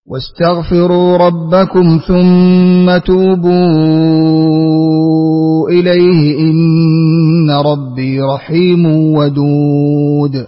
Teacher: أقرأ لخلف بالمد مع ترك الغنة